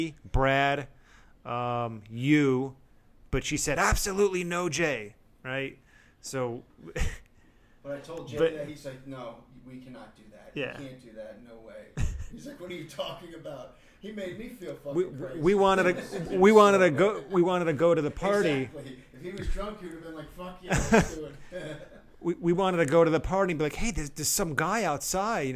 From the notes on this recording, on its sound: We apologize if the sound levels aren't ideal or if there's some echoing. We're still in the process of perfecting the technical side of everything.